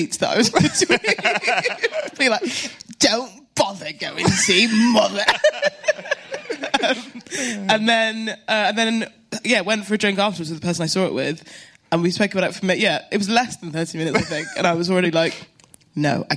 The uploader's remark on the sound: This whole meeting takes place LIVE within the plush confines of the South Bank’s BFI! This is the second live Films To Be Buried With so far.